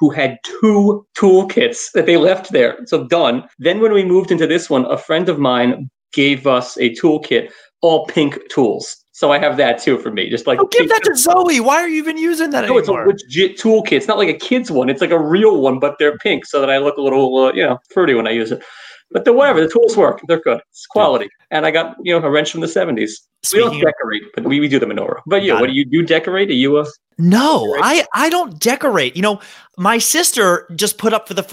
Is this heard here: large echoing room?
no